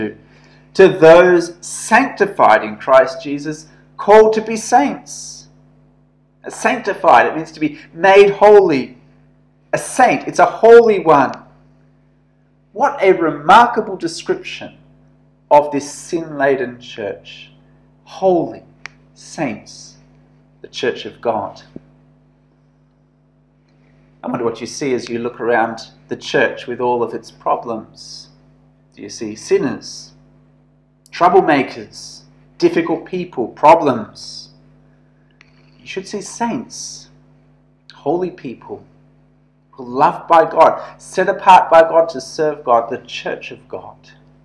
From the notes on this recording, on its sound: This sermon was preached at St George's Church, Penang on 11th August 2021.